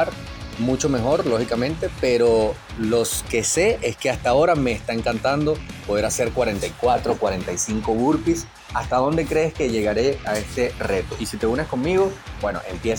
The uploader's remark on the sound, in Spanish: VIDEO GRABADO CON MI TELÉFONO INFINIX 10. EDICIÓN CON CAP CUT.